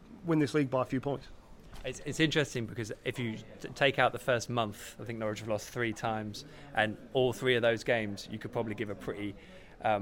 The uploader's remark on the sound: The PinkUn Show 171 is LIVE from Departure Lounge. All Canaries supporters are welcome every week to pop along to the pub and have their say live on the show.